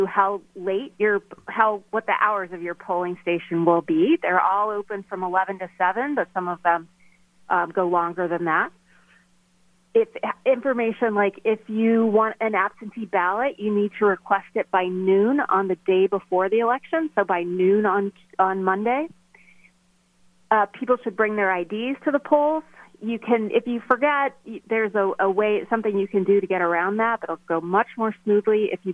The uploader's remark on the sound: called